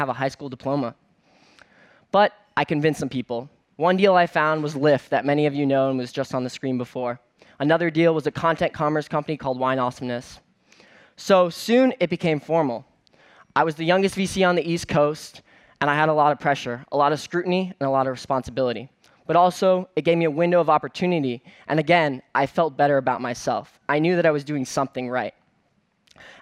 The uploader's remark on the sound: on stage at #BoFVOICES